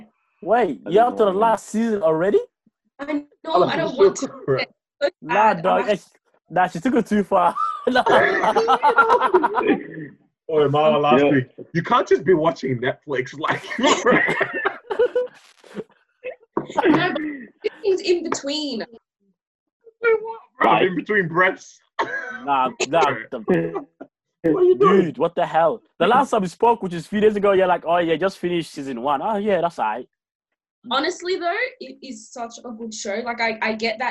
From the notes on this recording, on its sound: Welcome to our first over-the-phone podcast.